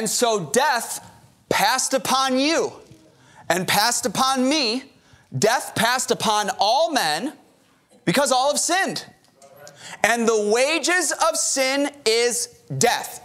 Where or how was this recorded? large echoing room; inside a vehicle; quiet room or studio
large echoing room